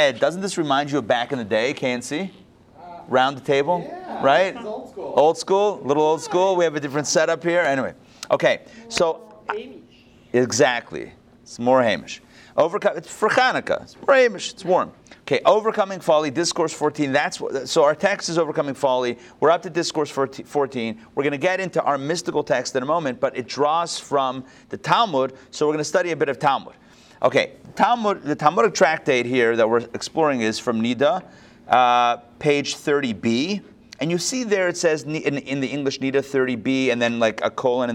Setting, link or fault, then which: setting, live audience